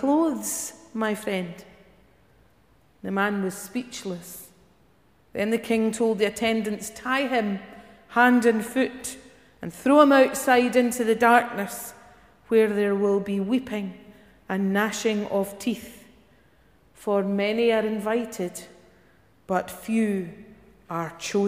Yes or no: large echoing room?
yes